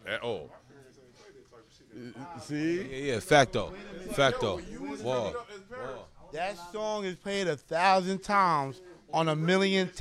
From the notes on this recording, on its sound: This episode of The biGGz Show was recorded at Guerreros Barbershop located Sand Lake Rd Suite 14, Altamonte Springs, FL 32714.